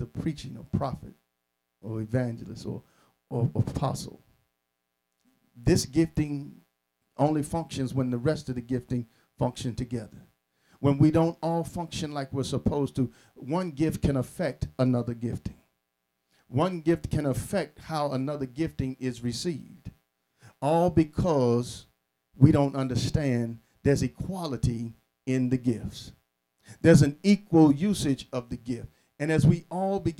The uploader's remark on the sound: Sermon preached from Wesley AME Zion Church